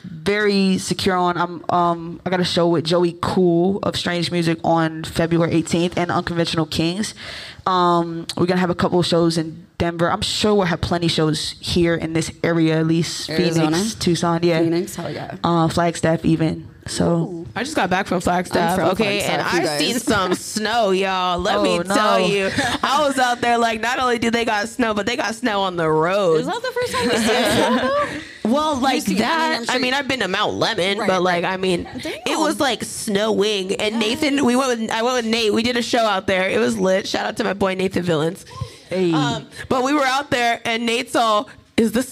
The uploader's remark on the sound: Recorded in front of a live studio audience at Harambe Cafe.